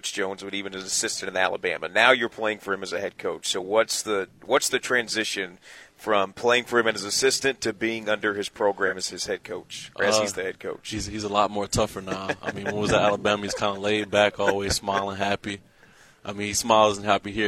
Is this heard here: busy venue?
yes